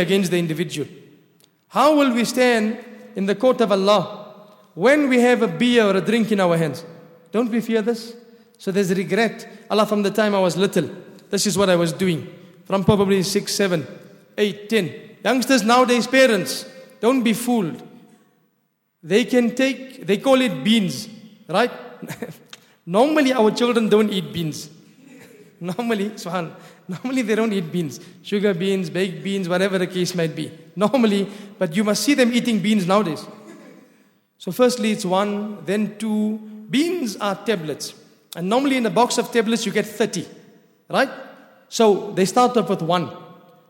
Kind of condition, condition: setting, large echoing room